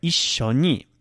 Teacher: Now there's a long sh sound there.